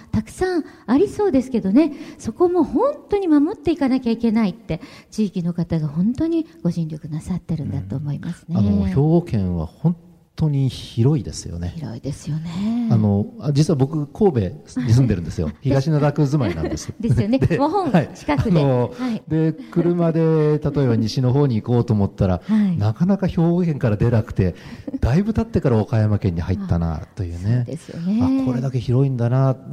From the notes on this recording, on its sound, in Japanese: 公開録音「地球と共生・環境の集い2020」。